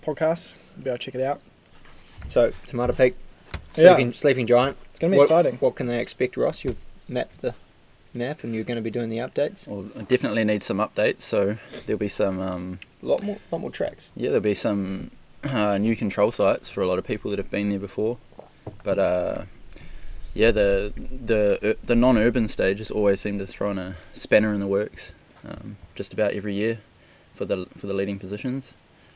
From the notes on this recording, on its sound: We apologise for the poor audio quality, we recorded with only 1 mic outside